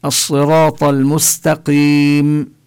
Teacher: الطاء مفخمة والقاف مفخمة